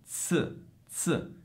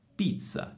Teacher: Prima di tutto devi sapere che in italiano abbiamo due tipi di Z la Z sorda e la Z sonora. La Z sorda ha il suono di TS, quindi Z, Z.